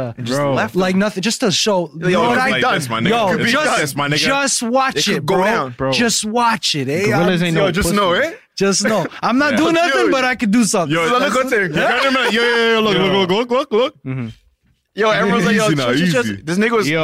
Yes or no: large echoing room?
no